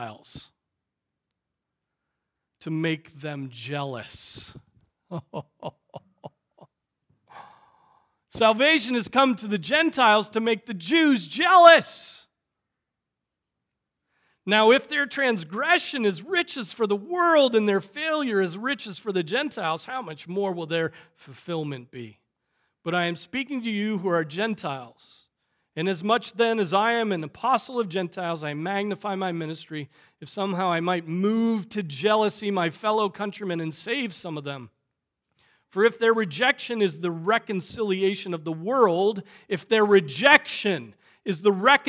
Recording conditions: large echoing room